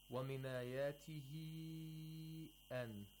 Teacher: We have lengthening of matul munfasil in warsh, which is 6 vowel counts all the time. We don't have a choice for warsh.